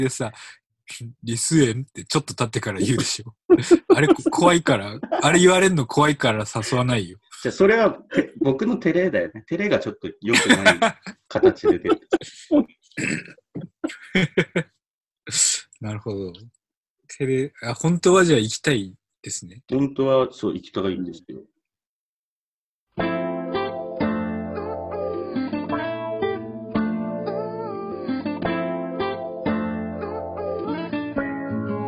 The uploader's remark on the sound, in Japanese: 収録地：それぞれの家（ZOOM収録）